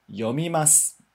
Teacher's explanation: A gente escreve o final do yomimasu, né, com SU, mas a gente não vai pronunciar de novo yomimasu, né? A gente não pronuncia o U, a gente só pronuncia até o S.